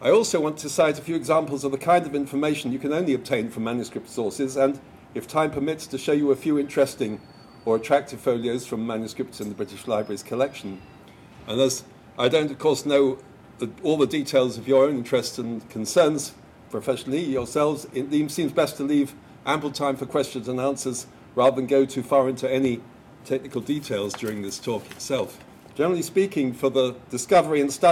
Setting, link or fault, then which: setting, large echoing room